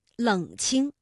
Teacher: 冷清这第二字呢一般也读轻声